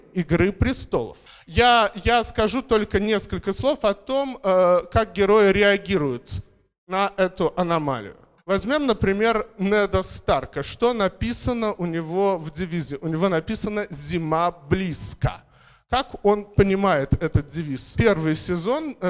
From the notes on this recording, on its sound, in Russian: Запись доклада с первой в Москве научно-популярной конференции по «Игре престолов» при поддержке благотворительного фонда «Предание» и агентства исторических проектов «Ратоборцы».